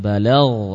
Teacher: Sifat jahr, ya, sifat rakhawah, naam, sifat isti'la, ya, balau, tidak memantul. · Term: sifat ghain